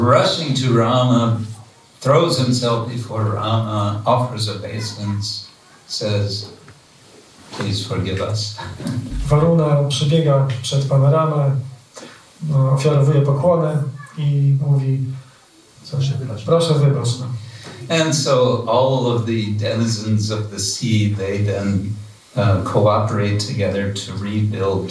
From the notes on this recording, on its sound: Ramanavami - lecture from ISKCON Warsaw temple. Wykład ze świątyni warszawskiej.